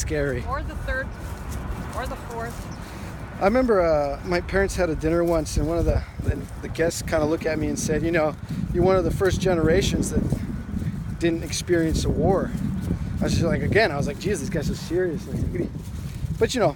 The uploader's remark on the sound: Walking through the Tregaron Conservancy near the Cleveland Park and Woodley Park neighborhoods of Washington, DC. Treagaron Conservancy - Washington, DC.